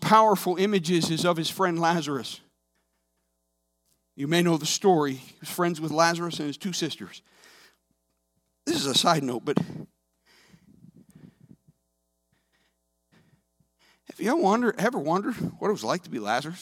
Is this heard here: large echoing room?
yes